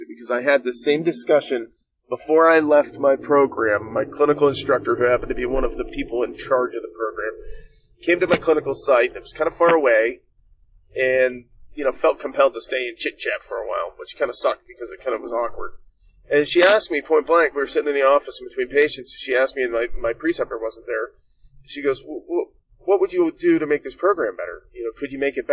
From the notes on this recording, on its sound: This episode was delayed, unfortunately due to some technical difficulties. Please excuse some of the sound quality as I am working through some kinks.